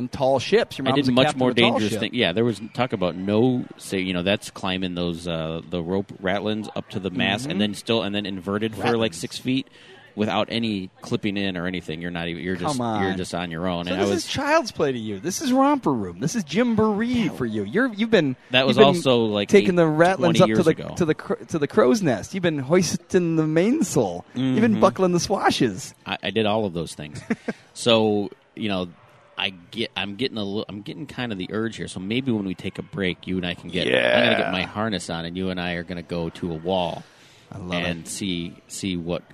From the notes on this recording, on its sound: Record live at Brooklyn Boulders Chicago while their daughters preview Brooklyn Boulders Summer Camps.